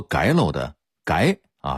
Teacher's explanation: 这音应该是改，声调是第二声阳平